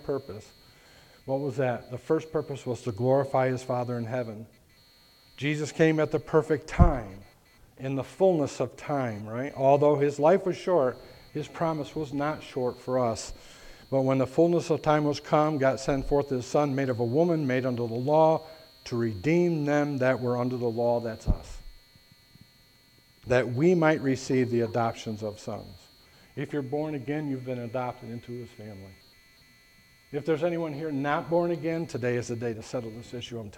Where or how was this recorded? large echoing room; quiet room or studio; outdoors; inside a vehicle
large echoing room